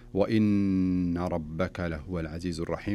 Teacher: فالنون هنا دائما ما تسمى بالنون المشددة تجويديا، وتغن بمقدار حركتين